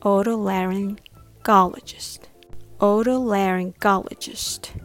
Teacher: the main stress is on gall